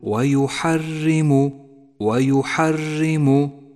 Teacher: ولاحظ الراء المرققة، رققت لأنها مكسورة، اقرأها مرققة واحذر من تكرارها عند لفظها، أي هكذا ويحرم، فهذا خطأ شائع صوابه أن تقول ويحرم ويحرم.